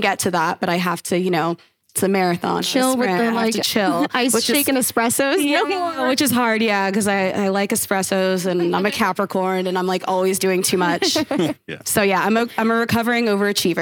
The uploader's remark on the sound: This is a live recording from an event UNSTUCKKD and The Aster Hotel did for the Aster’s private members club in LA.